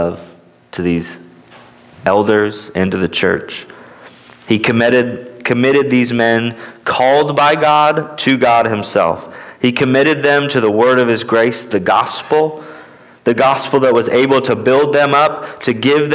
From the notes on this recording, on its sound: At Immanuel Baptist Church in Newton, KS.